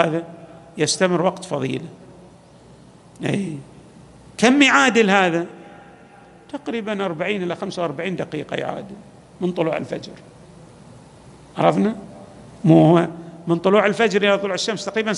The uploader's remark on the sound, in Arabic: تسجيلات جامع الإمام علي عليه السلام الأحساء - المبرز.